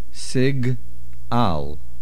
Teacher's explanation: Make sure you say the ayin. Sig Al. If you say it quickly, you will lose the sound of the ayin.